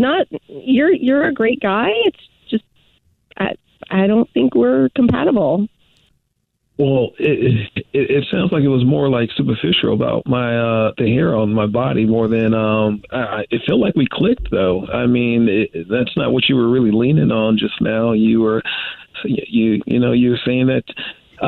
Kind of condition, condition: link, phone line